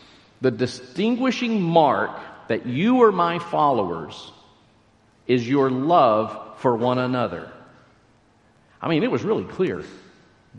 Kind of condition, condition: setting, large echoing room